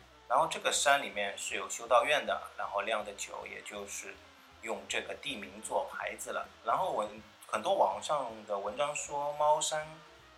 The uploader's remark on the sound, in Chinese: 这次用了AU录音感觉有些杂音，见谅。